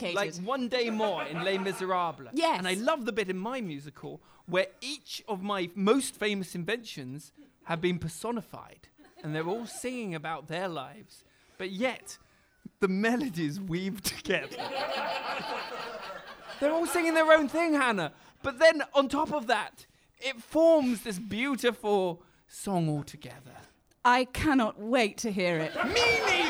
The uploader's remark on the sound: Improvised in front of a live studio audience, this show rewrites history, without a script!